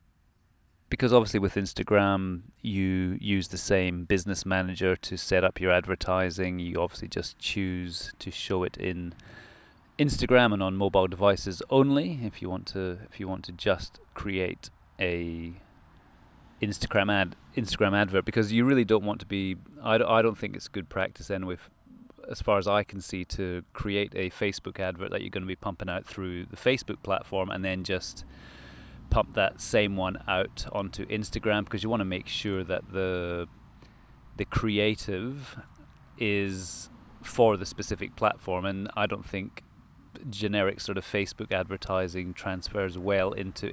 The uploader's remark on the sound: Quick chat in the local park.